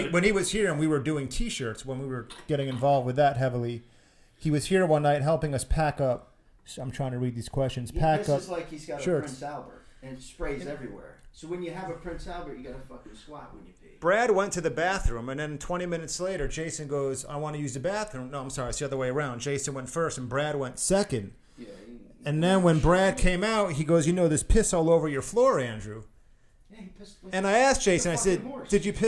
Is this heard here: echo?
yes